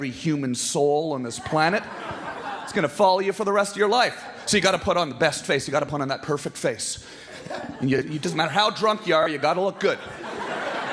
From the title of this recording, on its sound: New York's Finest Stand Up Comedy Gotham Comedy Live